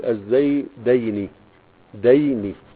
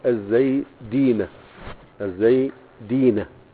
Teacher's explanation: في حالة المثنى قبلها فتحة وبعدها كسرة، في حالة الجمع قبلها كسرة وبعدها فتحة، هو ده اللي بيفرق في النطق.